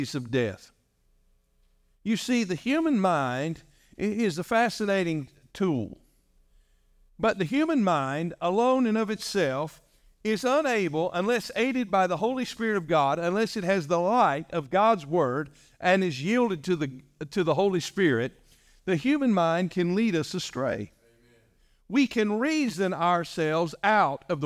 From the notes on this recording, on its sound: During our morning service.